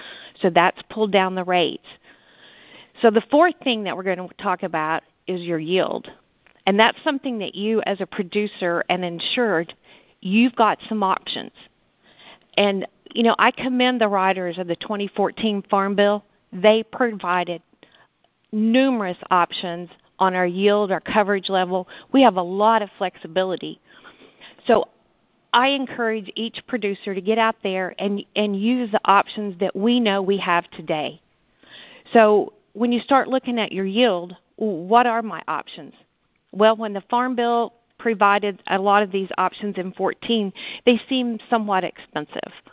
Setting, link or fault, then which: link, phone line